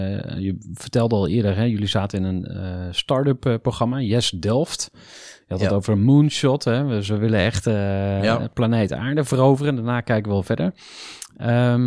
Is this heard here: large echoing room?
no